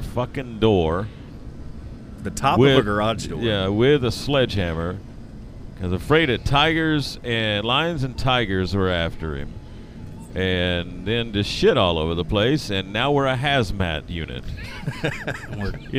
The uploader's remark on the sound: We were live from Hops today!